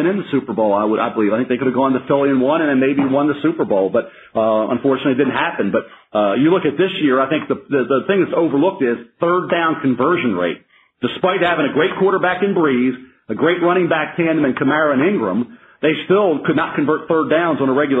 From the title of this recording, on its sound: NFL Draft Conference Call